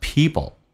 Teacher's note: 在快速当中 P 跟 L 经常会发成 B 跟 L，所以发成 people。如果加快速度，就像 apple 发成 apple 一样的道理。同时 L 这个发音抵住上齿龈，在你的上牙齿的后背一点点的位置叫 O。